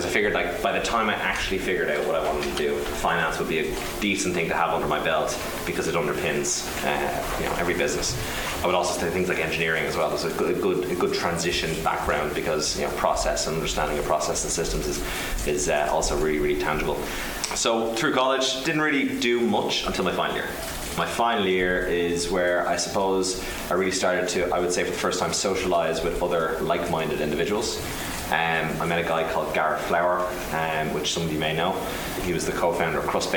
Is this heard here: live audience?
yes